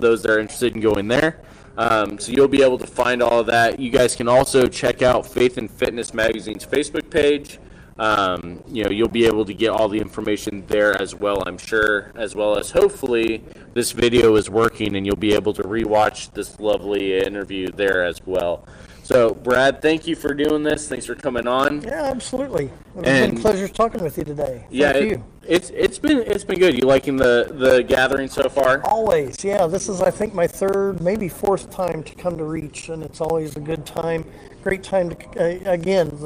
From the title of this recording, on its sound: LIVE from REACH 2021